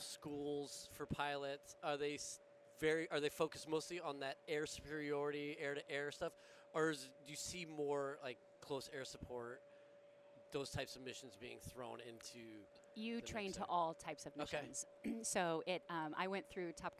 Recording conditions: busy venue